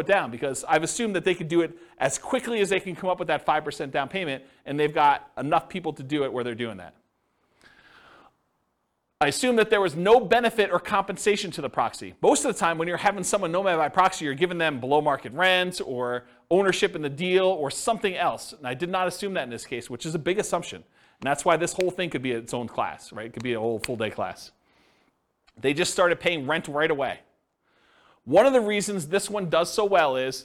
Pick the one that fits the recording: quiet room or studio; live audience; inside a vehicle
live audience